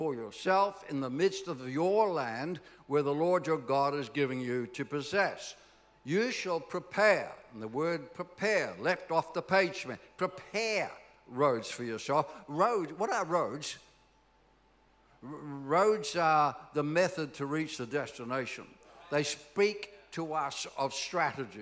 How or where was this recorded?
large echoing room